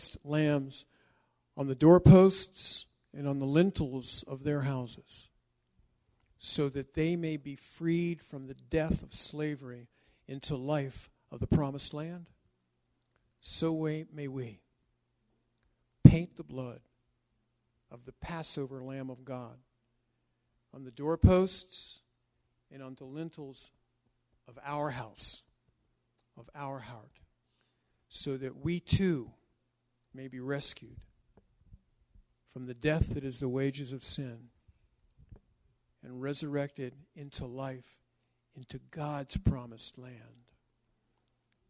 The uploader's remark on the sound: This was recorded during a “shortened” service that occurred before the yearly Congregational Seder.